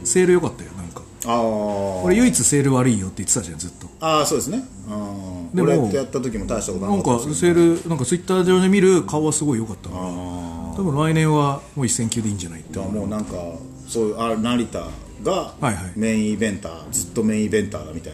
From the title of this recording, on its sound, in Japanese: 花鳥風月ファイティングジムにて収録したよ